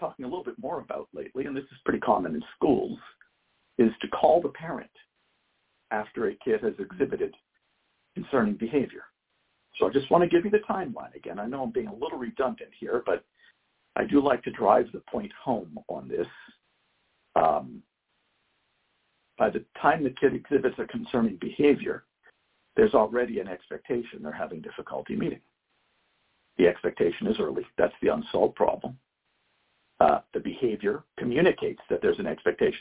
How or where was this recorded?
phone line